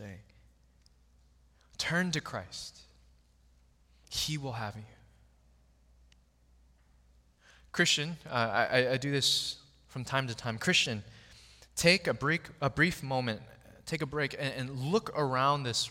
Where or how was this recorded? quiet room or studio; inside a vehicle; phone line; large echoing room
large echoing room